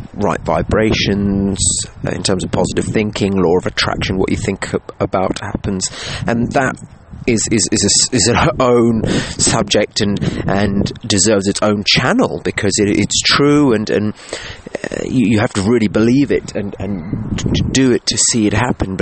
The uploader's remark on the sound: Apologies if you hear some disturbances, I recorded today's episode on my phone in the garden as the weather was just too perfect not